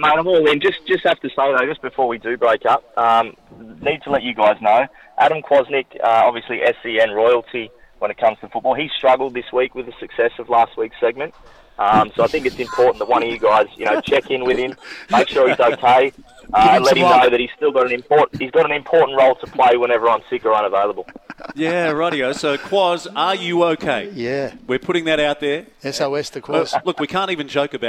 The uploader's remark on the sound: live from Gosford sailing club